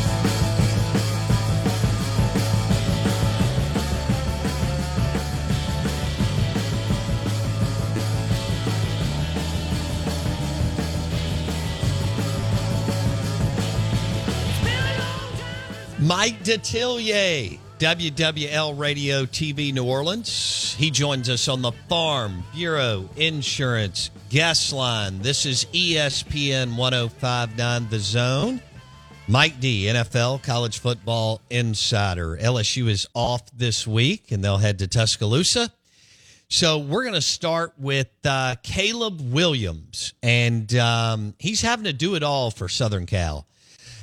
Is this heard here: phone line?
yes